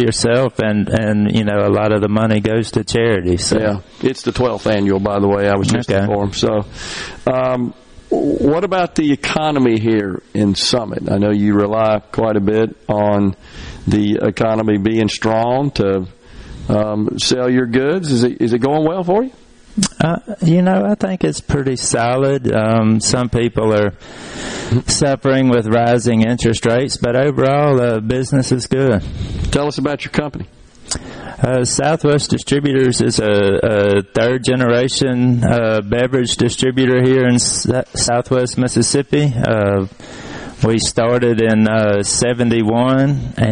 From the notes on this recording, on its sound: LIVE from Summit as we get ready for the 12th Annual Smokin' on the Tracks BBQ Cook Off